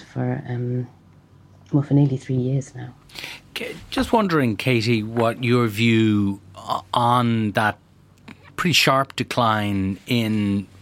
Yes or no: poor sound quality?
no